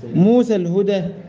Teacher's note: موسى الهدى دي لو انا وقفت كده كده القراء بايه بيميلوها، او من يقلل يقلل، لكن لو جينا نوصل يبقى ايه موسى الهدى راحت الالف لالتقاء الساكنين